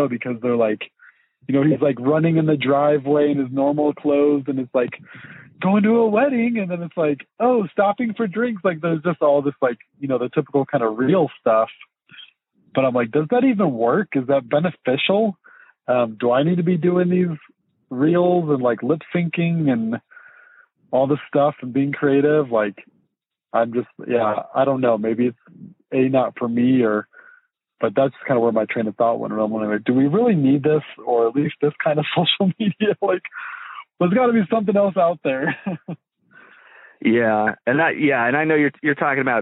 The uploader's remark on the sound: link up via phone